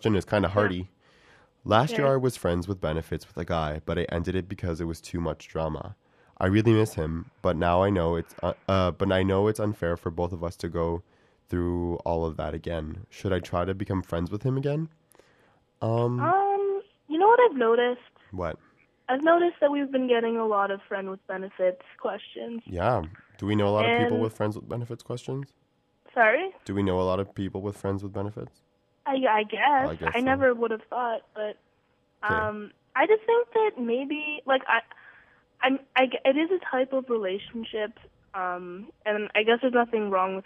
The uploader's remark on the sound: called in sick live from her bedroom